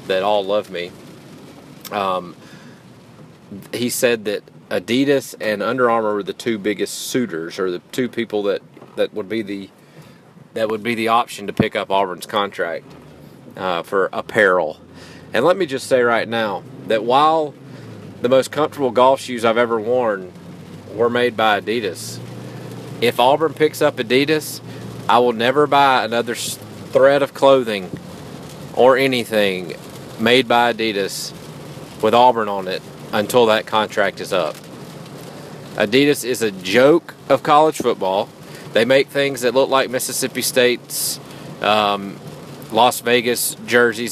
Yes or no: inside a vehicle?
yes